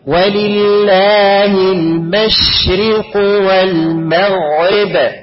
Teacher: انت تسكن الشين وتهمسها وتعملها التفش بتاعها